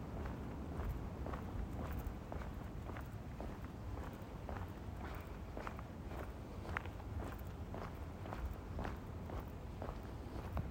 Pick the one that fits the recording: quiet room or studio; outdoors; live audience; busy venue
outdoors